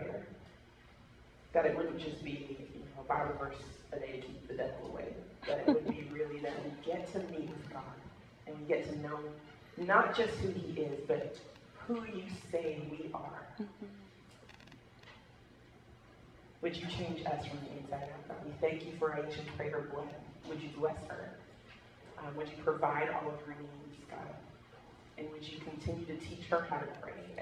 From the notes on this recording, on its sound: Please excuse the quality of sound recording — we had some mic trouble.